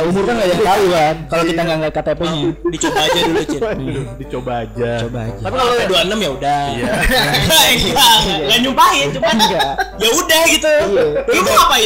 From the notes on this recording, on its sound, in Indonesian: Mohon maaf kualiatas suara low quality karna terjadi masalah teknis